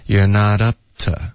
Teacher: your,我们就发 year, ok?不用动嘴唇了，就直接 year,有个儿化音就行了。not 跟 up 呢我们会连读,not up,特的音会左化,p 的音也会省略,not up, not up, you're not up,然后后面 to,我们就弱读成 t